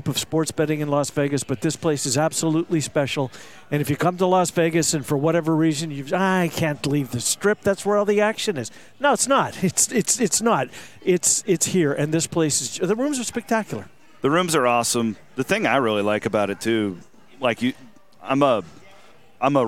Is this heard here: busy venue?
yes